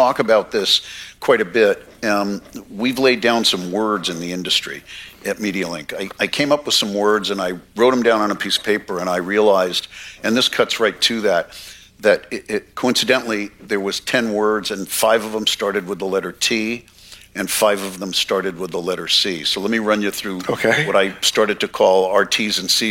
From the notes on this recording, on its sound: Recorded March 1, 2023 at the Upfront Summit